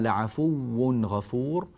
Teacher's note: الواو نبين تشديدها وننتبه إلى تنوينها بحيث يكون مظهرا